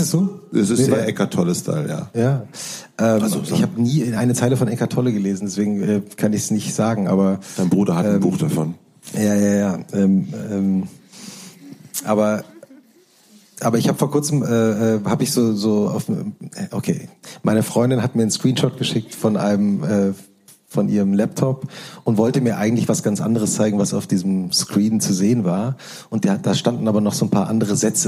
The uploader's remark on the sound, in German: Live vor Publikum in Leipzig interviewt.